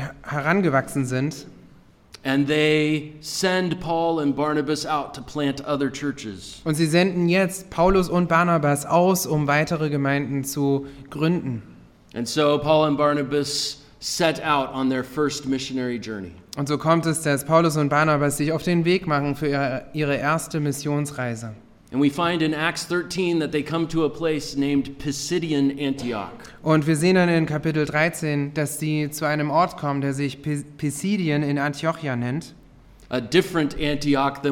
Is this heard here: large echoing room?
yes